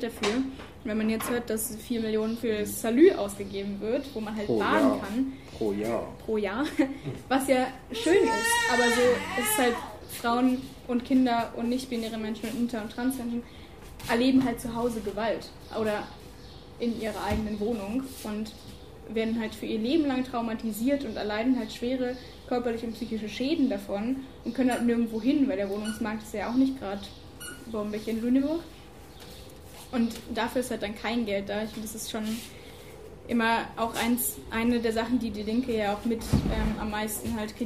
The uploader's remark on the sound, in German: Audio-Zusammenschnitt: Dinner4Two-Veranstaltung. In Lüneburg.